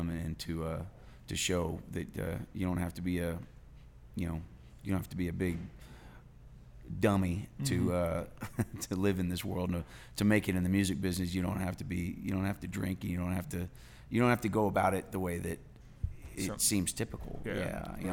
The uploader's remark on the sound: Live at the Liberty